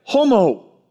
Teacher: This is called a rough breathe. It's an H sound.